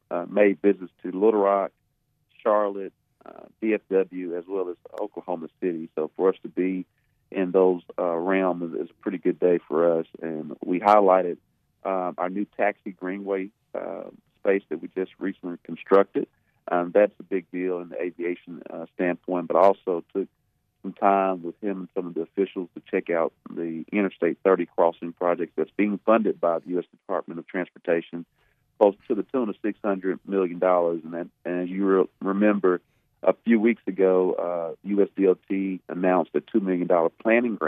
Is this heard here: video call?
no